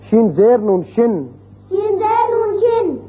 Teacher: ایک زیر ہو تو شین زیر شی ہوتا ہے، لیکن دو زیرے ہو جائیں تو پھر شن اس کو نون ساکن کے ساتھ ملا کر جیسے پڑھا جائے · Term: دو زیر تنوین